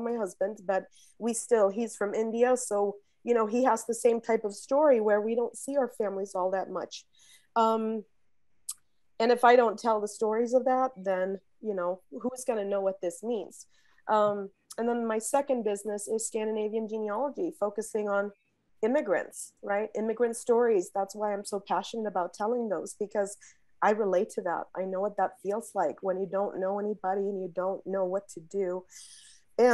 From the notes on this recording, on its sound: This short story was clipped from my live virtual Show & Tale: Significant Objects in the fall of 2021.